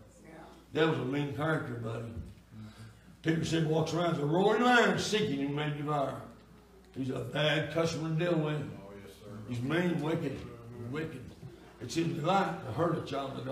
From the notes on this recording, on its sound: Sunday Night Worship Service